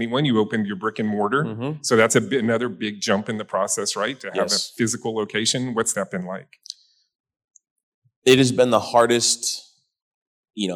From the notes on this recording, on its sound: Recorded in front of a live audience at the inaugural Access Tallahassee YP Summit held at the FSU Conference Center in April.